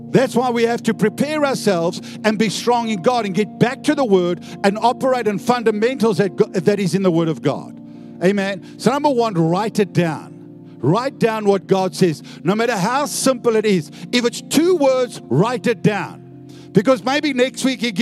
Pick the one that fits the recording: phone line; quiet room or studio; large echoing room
large echoing room